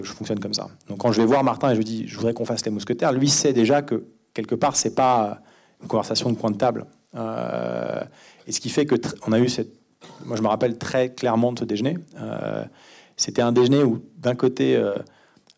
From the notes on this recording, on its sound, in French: Pour la troisième édition de CST Première, le rendez-vous des cinéphiles de la CST en partenariat avec le Publiciscinémas - Paris.